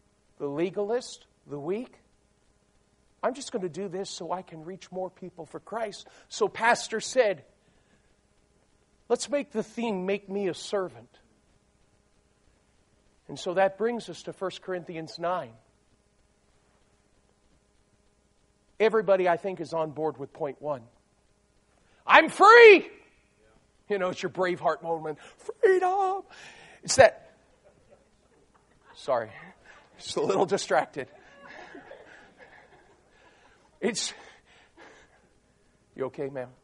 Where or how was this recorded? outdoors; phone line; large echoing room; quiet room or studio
large echoing room